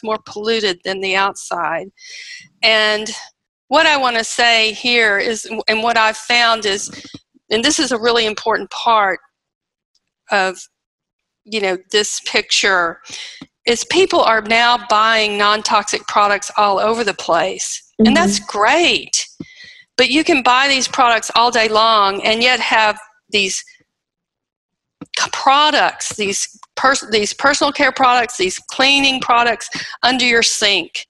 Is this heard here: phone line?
no